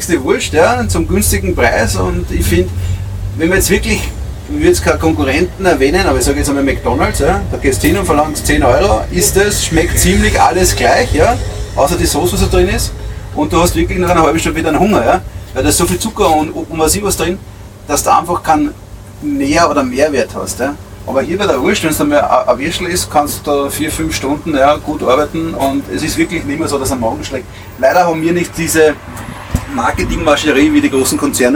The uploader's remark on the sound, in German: Live vom Würstelstand „Zum scharfen René“. Den Würstelstand am Schwarzenbergplatz im ersten Bezirk in Wien.